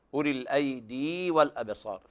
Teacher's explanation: في يا مدية تمد حركتين